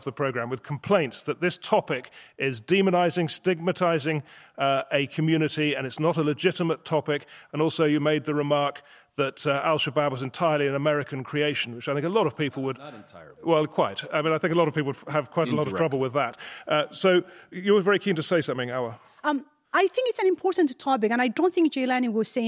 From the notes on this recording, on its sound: In front of a live audience